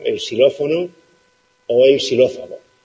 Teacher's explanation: Cuando aparece en posición inicial, entonces se pronuncia siempre como S